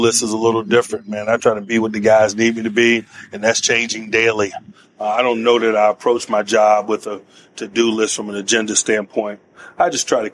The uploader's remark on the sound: This interview was recorded at Man-up Pittsburgh, an event hosted by the Urban Impact Foundation